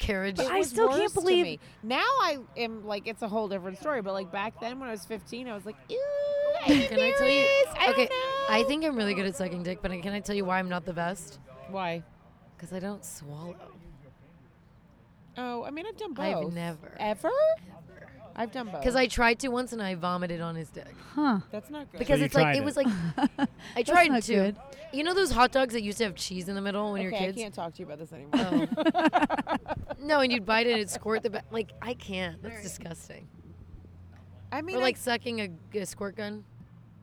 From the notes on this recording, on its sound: Recorded on a rooftop in Los Angeles.